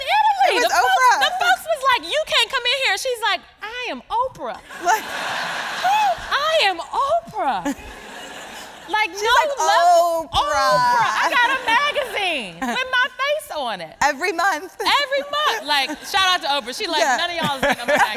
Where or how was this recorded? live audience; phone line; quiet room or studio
live audience